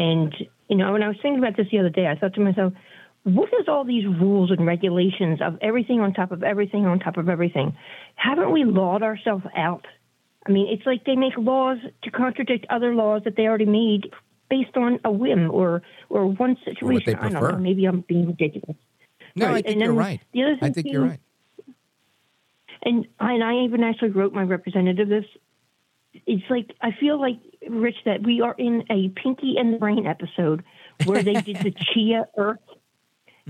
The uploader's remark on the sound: we take your calls in open phones across America